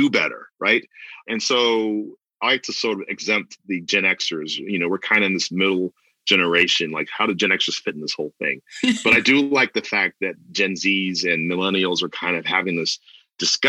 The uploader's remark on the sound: This episode was recorded on November 20th, 2020 via Zoom.